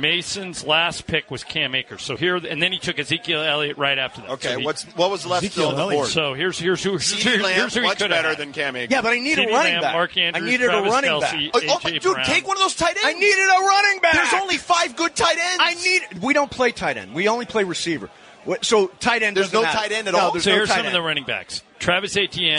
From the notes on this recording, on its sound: Live from Black Gold Golf Course in Yorba Lina.